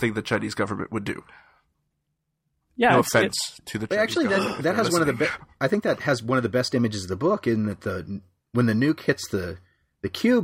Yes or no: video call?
no